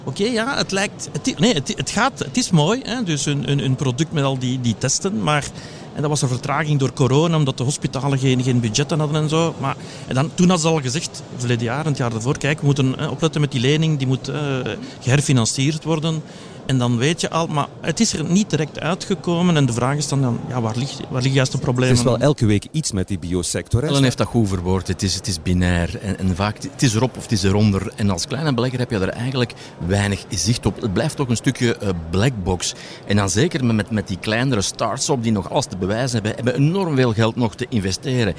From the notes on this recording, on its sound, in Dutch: live vanop Finance Avenue